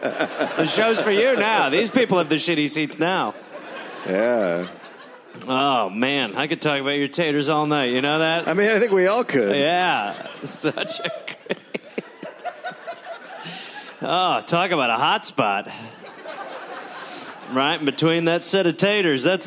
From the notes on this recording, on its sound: Recorded live in Portland.